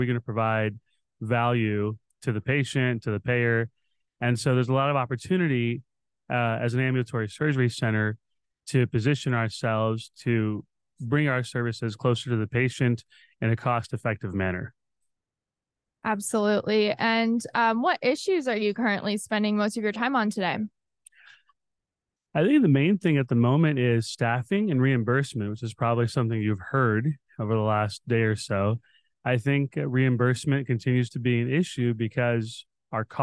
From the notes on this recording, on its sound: This episode recorded live at the 2023 Becker’s Healthcare Business & Operations of ASCs and The Future of Dentistry Roundtable in Chicago.